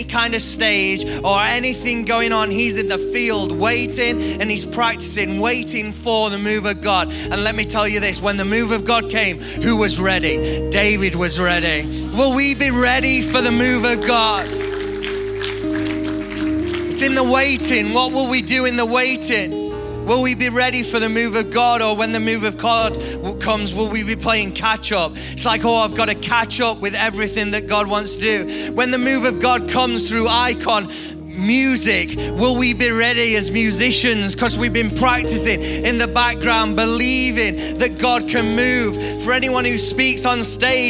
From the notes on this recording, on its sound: IKON Church. Recorded live at the Chesterfield Campus this is the message from the evening service.